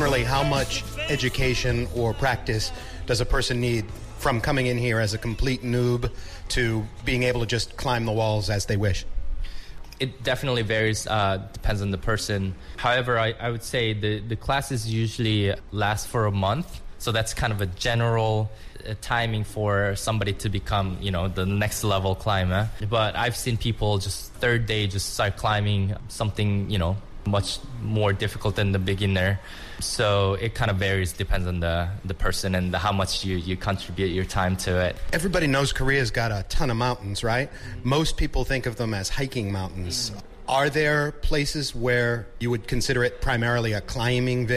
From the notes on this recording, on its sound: (Recorded at THE JA's). People training at the gym.